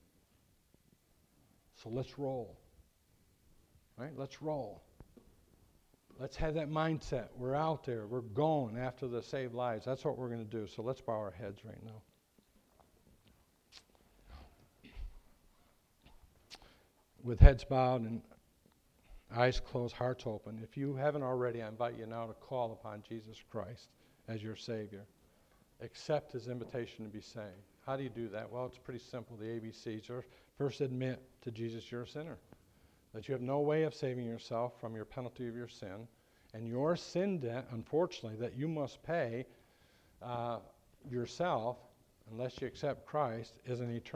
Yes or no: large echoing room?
yes